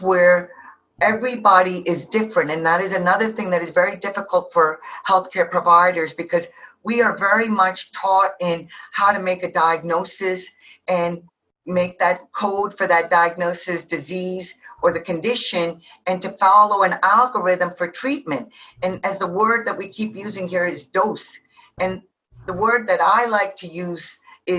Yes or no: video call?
yes